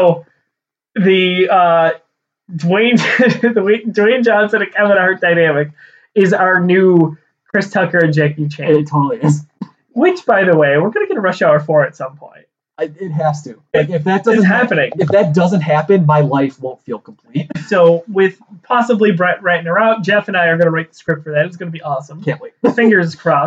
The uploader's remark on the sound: Our audio files unfortunately became corrupted, so the sound quality is on par with that of the film's.